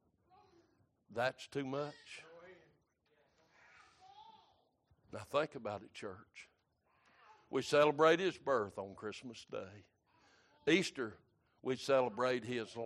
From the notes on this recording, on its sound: Sunday Morning Service.